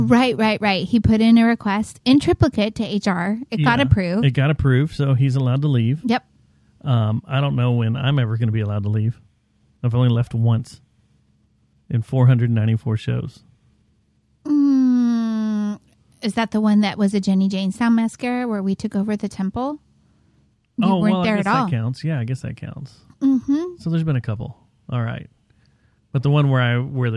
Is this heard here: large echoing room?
no